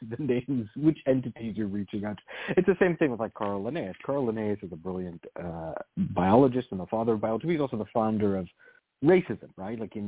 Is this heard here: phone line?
yes